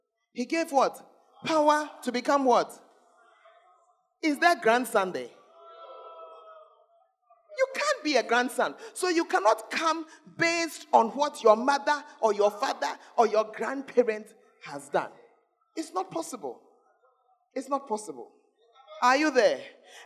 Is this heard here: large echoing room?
yes